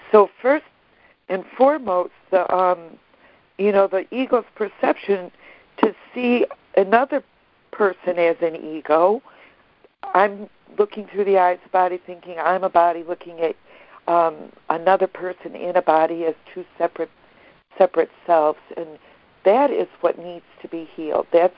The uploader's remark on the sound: ACIM Daily Conference Call